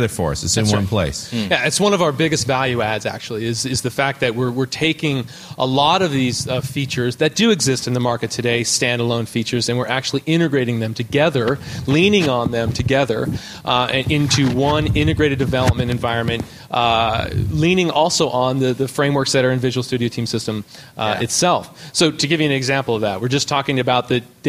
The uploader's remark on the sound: On June 12th at TechEd, in this somewhat shorter-than-usual but very informative live .NET Rocks!